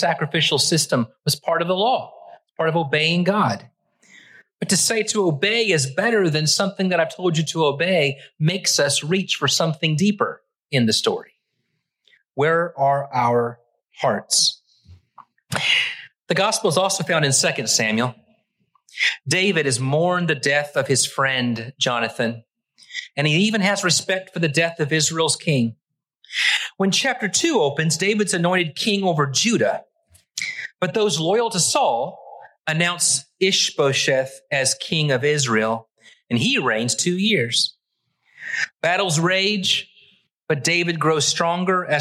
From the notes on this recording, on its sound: Originally preached at the West Side Church of Christ (Searcy, AR) on March 5, 2023.